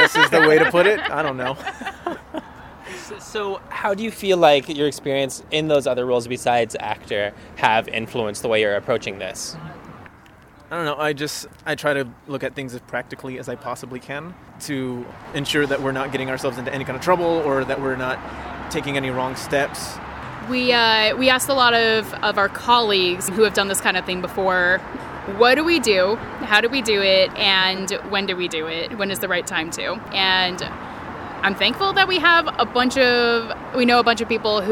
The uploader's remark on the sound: We met at Urban Beans